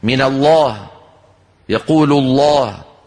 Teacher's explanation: العرب تفخم بإجماع لام لفظ الجلالة، كلمة الله إن سبقت بفتح أو بضم فإن العرب قاطبة ينطقونها مفخمة